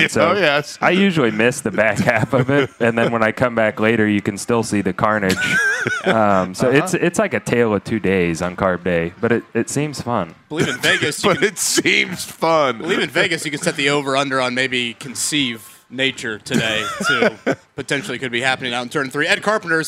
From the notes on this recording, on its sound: We’re LIVE AT CARB DAY!